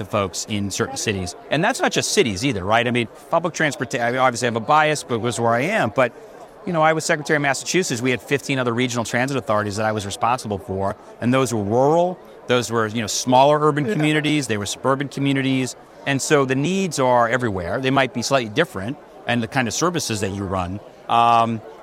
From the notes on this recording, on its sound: live from the APTATRANSform show in the Vontas booth